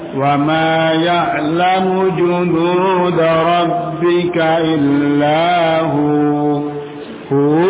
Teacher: Karena waw kita sukun, wawnya itu nah disukun, akhirnya ha dipanjangkan dua harokat.